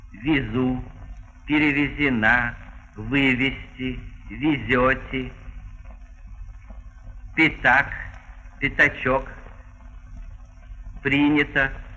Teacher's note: Пункт третий. Буквы «е» и «я» во всяких неударяемых слогах произносятся очень близко к «и».